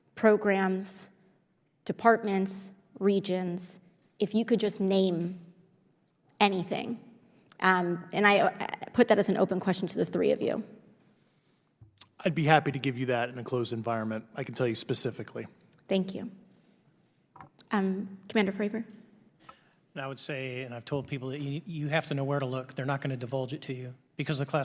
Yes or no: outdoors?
no